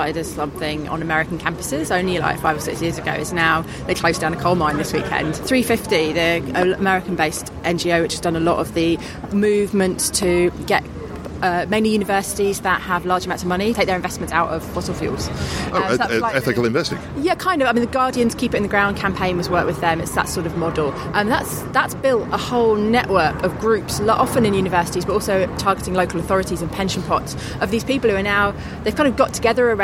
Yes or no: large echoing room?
no